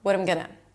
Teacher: So I reduce the vowel, and I also connected it, and I just set it together with very little effort.